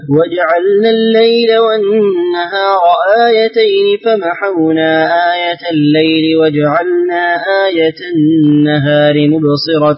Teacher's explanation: قرأت لقالون فقصرت المنفصلين وأسكنت ميم الجمع